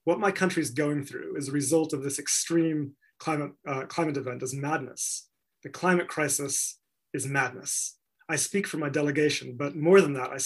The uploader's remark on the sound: This talk was recorded at the online 5x15 event in February 2021.